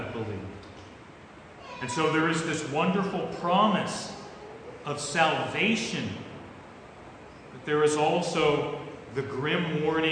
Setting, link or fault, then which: setting, large echoing room